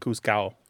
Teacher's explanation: in some Spanish dialects, like you said, the D is not pronounced, so it sounds like juzgado.